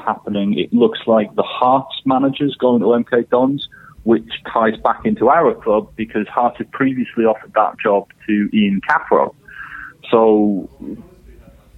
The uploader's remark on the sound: on the phone